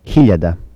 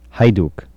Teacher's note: variations of voiceless velar fricative